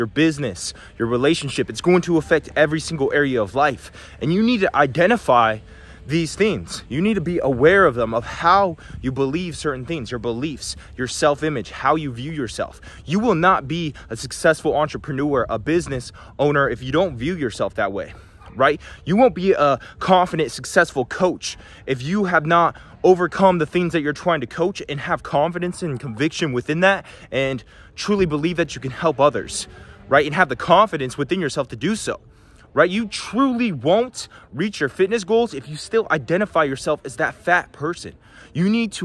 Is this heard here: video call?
no